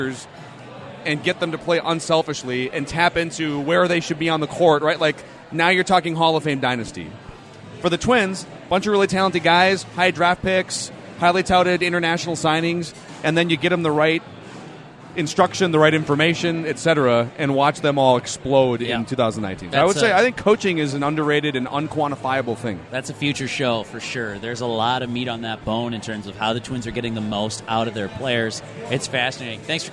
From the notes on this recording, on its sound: Live at Fulton. It's a live taping of The SKOR North Twins Show at Fulton Brewery in Minneapolis!